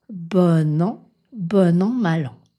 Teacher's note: Seul le « an » est nasal. · Term: dénasalisation